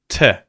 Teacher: The tongue is touching the roof of the mouth, blocking the air from coming out · Term: T sound